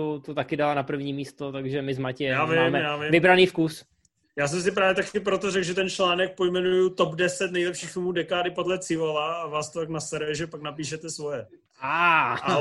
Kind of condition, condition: link, video call